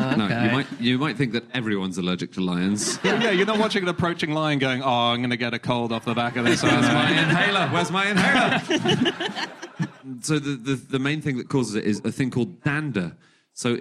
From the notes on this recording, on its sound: Live from Bristol